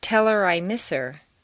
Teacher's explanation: On personal pronouns, it's common to drop the H.